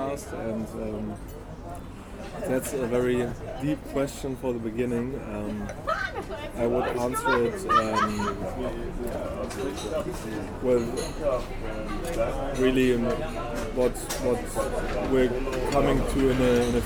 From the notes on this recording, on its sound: Recorded at the Café de Paris in the heart of Cologne and after a short switch along the iconic Rhine.